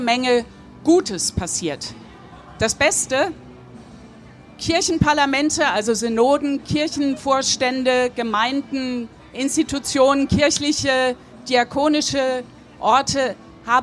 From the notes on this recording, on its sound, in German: spricht live am Nürnberger Kirchentag